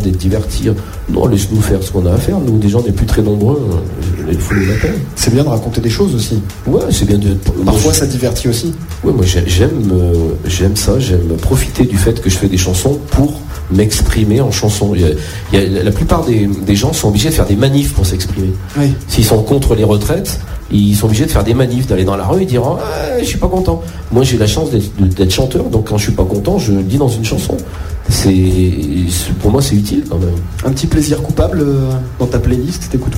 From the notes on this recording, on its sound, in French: sur la scène du quai des artistes